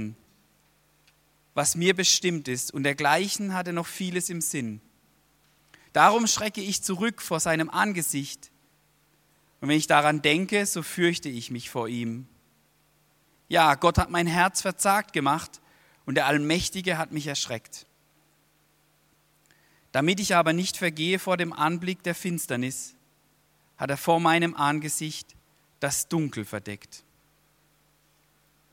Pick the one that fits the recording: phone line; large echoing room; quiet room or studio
large echoing room